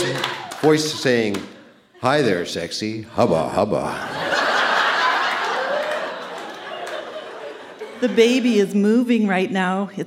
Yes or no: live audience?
yes